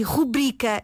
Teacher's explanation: Nós só temos em português a palavra rubrica sem qualquer acento no U e o seu acento tónico está na sílaba bri, rubrica. Então, na frase que tu apresentas, o nosso programa Na Ponta da Língua é uma rubrica de sucesso na Antena 1.